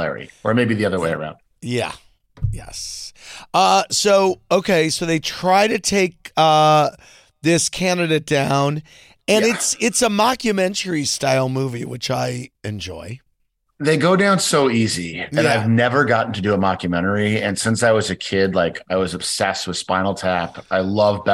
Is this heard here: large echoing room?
no